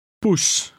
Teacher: The Dutch O sound resembles the O sound in the English word fool, only it's shorter.